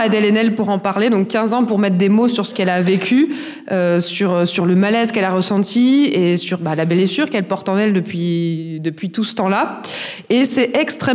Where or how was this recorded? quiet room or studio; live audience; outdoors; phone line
live audience